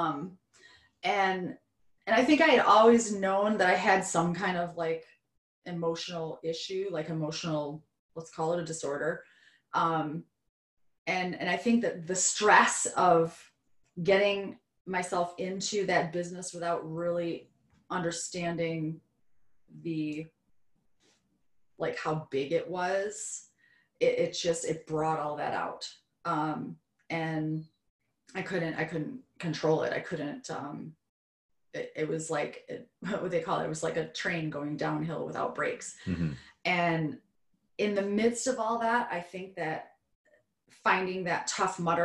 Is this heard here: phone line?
no